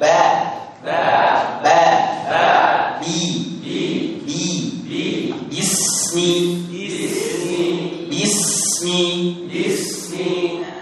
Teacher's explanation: ada di dua bibir dan tidak boleh keluar udaranya